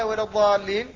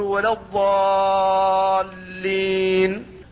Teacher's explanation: فمن قال ولا الضالين فقد لحن لحنا خفيا، فلذلك لا بد أن يمده الإنسان بمقدار 6 حركات · Shown in: second take · فيقول ولا الضالين. · Term: لازم كلمي مثقل